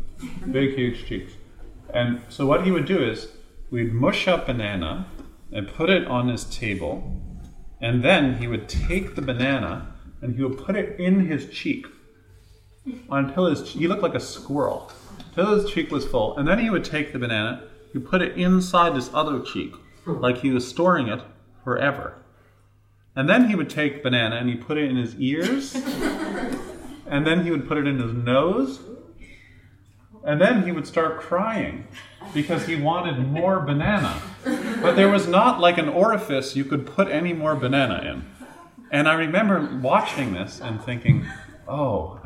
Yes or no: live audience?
yes